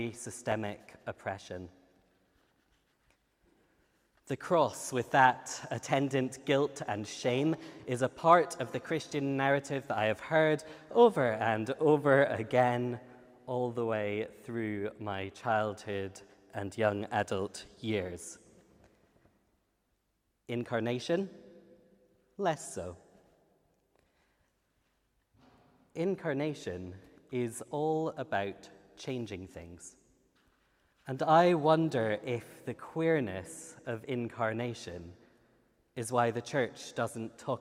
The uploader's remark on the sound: Features talks from the final of the Theology Slam 2022, which took place on 27 September in St Edmund Roundhay, in Leeds, as part of the HeartEdge conference “Humbler Church, Bigger God”.